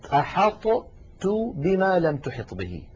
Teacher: يعني مثلا خذوا قوله تعالى على لسان الهدهد لسيدنا سليمان عليه السلام قال أحطت بما لم تحط به، أحط هذه طاء ساكنة، تو هذه تاء متحركة، والطاء والتاء من المخرج نفسه